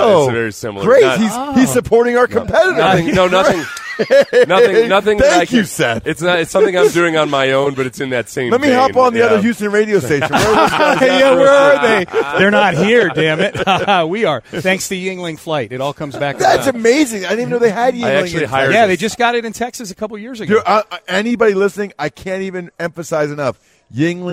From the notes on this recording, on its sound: live at Radio Row in Las Vegas